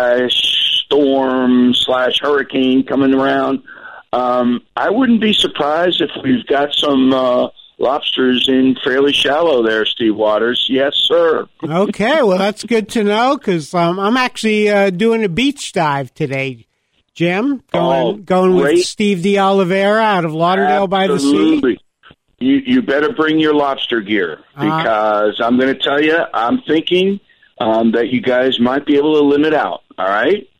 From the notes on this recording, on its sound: we get a surprise call